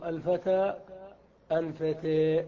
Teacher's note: أما التقسيم الأول وهو تقسيم الإمالة إلى إمالة كبرى وصغرى، فالمراد بالإمالة الكبرى ما كانت الإمالة في الألف والفتحة قبلها، تميل الألف إلى الياء وتميل الفتحة قبلها إلى الكسرة، كما في نحو الفتى الفتى.